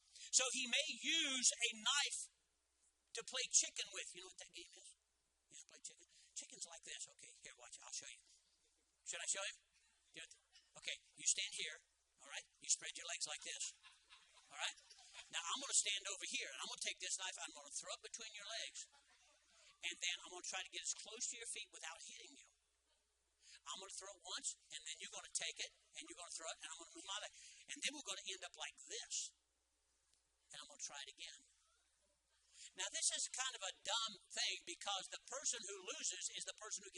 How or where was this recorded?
large echoing room